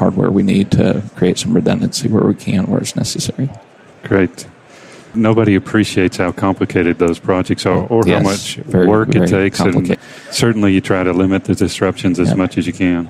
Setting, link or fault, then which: setting, busy venue